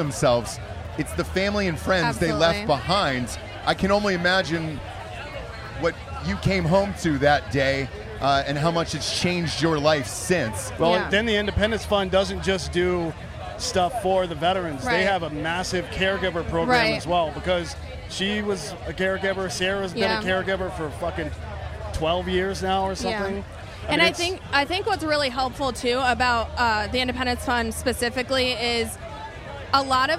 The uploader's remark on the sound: Live from Notre Dame raging with listeners.